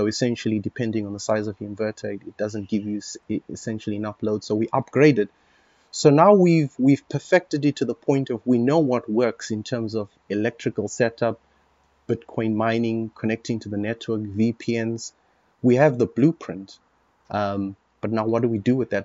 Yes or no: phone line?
no